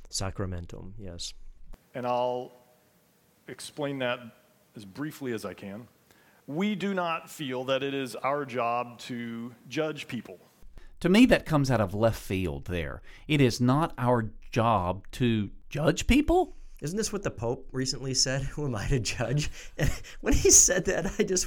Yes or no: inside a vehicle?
no